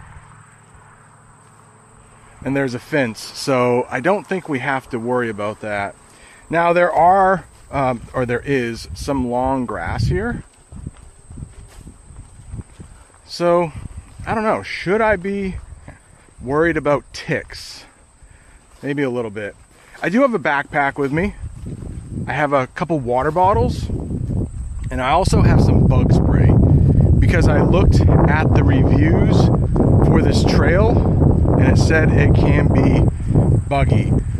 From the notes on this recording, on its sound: REAL ENGLISH CONVERSATION ON A HIKE UP RATTLESNAKE MOUNTAIN. You can hear how I speak and how the family from Texas speaks.